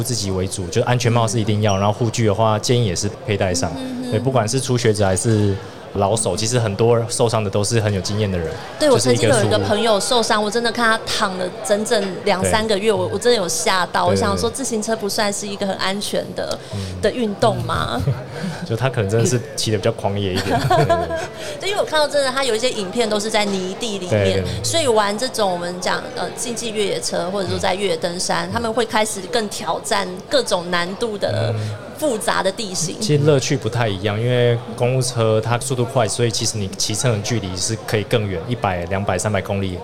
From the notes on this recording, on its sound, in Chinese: 2022 Taipei Cycle台北國際自行車展-Live Podcast。